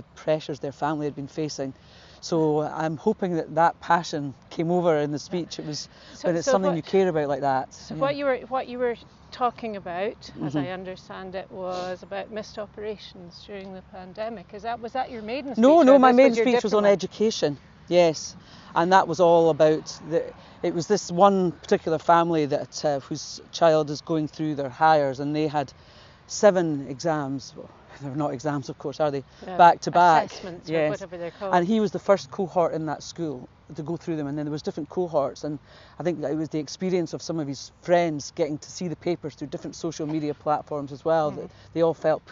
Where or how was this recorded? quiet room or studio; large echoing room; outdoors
outdoors